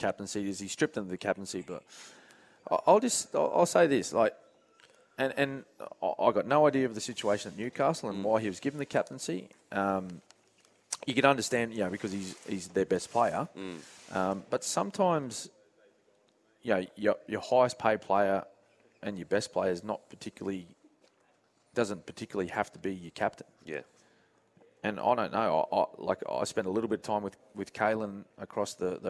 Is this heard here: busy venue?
yes